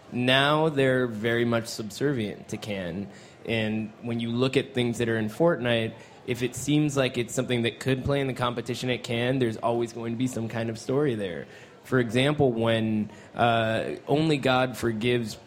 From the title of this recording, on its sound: Live from the 2015 Cannes Film Festival